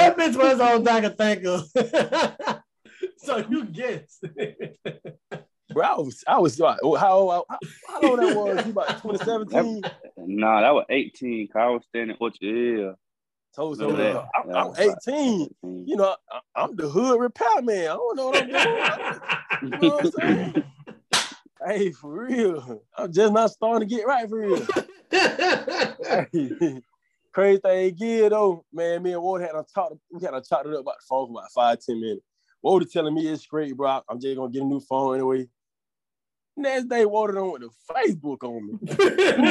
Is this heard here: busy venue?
no